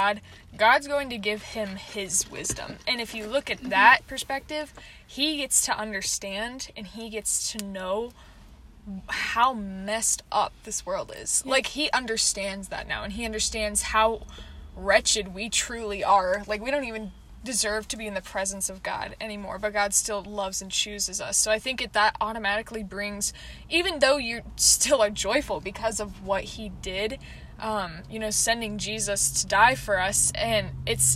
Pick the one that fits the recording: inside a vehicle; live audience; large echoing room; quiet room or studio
inside a vehicle